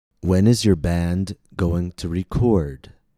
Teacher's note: Notice how the stress falls on the second syllable. Chord has the long vowel and the higher pitch.